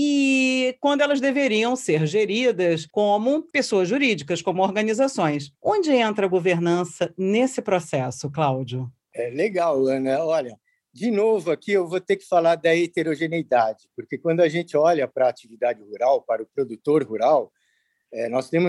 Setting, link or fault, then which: link, video call